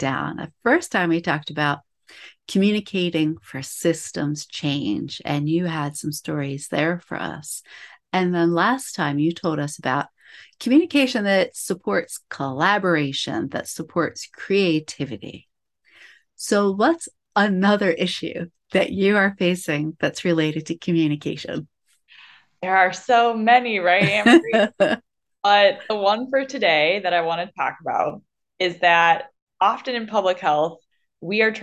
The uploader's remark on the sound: I’m live again via zoom